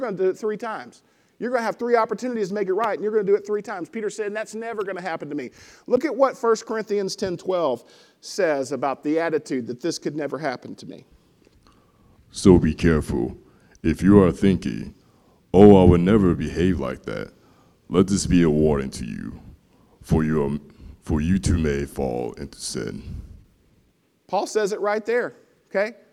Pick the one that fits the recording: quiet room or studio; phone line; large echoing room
large echoing room